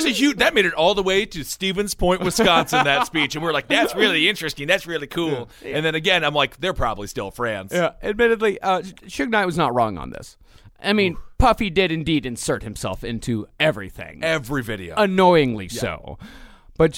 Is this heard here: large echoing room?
no